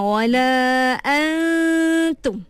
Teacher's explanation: Kita tak sebut secara jelas nun, betul tak? Kita terus masuk pada huruf ta. Tapi kita pinjam dia punya dengung. · Term: ikhfa